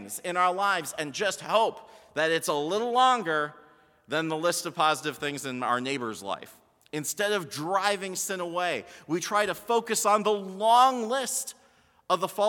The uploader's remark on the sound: Sermon from BLC Chapel - February 25, 2020